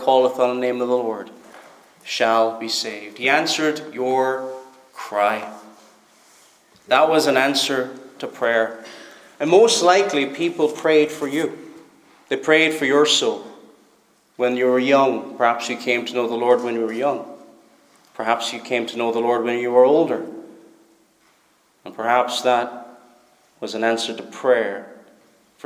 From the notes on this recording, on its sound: Preached at Stornoway Free Church -Continuing